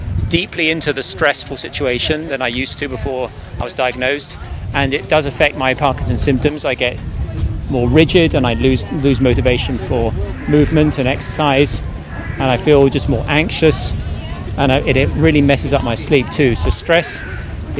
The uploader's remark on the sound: Join 300 people Walking For Parkinson’s at London's Battersea Park.